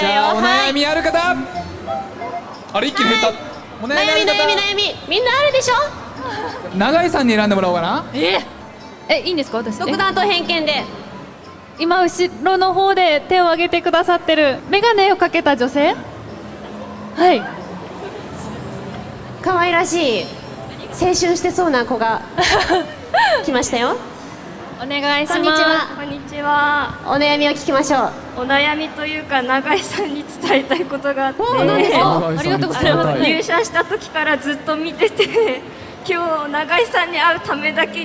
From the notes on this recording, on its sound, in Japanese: おゆらじ公開収録！公開収録、出演者もスタッフもとっても楽しかったです。